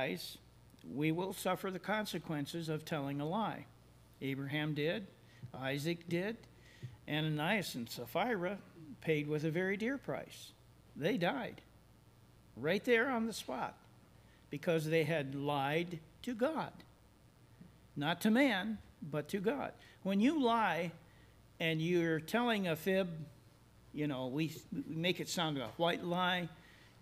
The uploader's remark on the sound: services recorded at Thornville Baptist Church